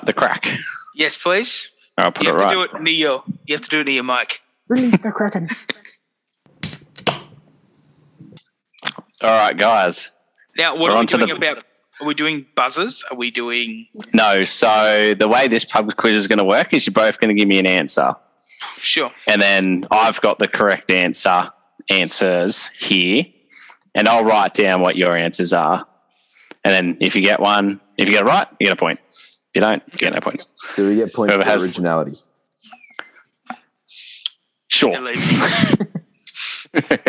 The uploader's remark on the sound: we decided to try and do this episode over Zoom